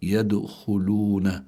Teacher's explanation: هون الدال ساكنة وهي من حروف قطب جد، فلابد من إظهار القلقلة، لكنها ليست القلقلة هنا ليست بقوتها إذا كانت في آخر الكلمة عند الوقف.